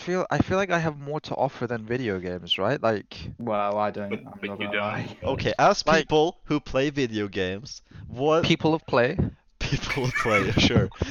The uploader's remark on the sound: Scuffed mic-breathing in this pilot episode of The CBT Podcast.